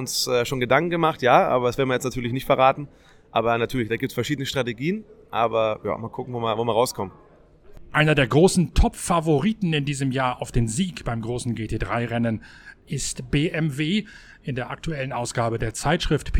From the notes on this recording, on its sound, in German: Nach dem ersten Freien Training in der Grünen Hölle. Live von der Nordschleife.